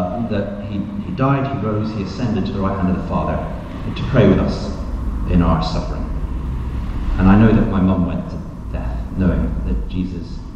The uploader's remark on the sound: Questions Panel at Highfield Church.